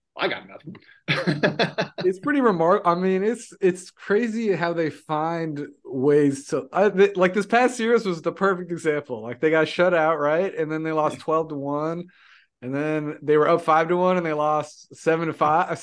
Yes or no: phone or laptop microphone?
no